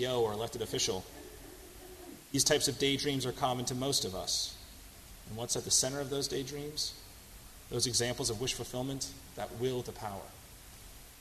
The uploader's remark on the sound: on July 15, 2018 at First Congregational Church of Houston.